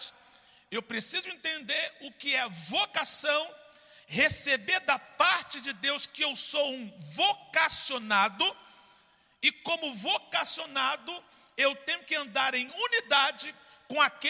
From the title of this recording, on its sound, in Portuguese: CULTO DA VITÓRIA AO VIVO